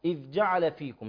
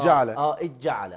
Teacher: بعضهم ما يقدرش يتمكن من الفصل فيضغم. يضغم ساكن مع متحرك. · Shown in: second take